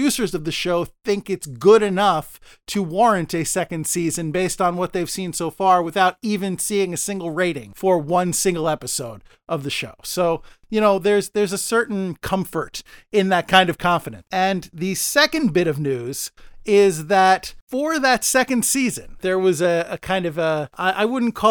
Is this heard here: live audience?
no